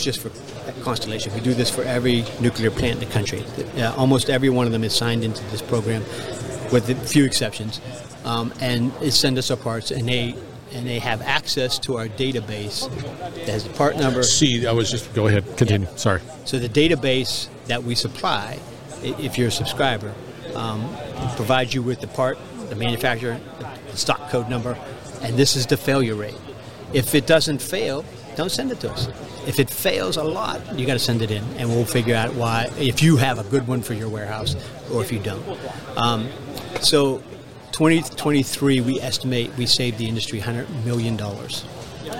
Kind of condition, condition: setting, busy venue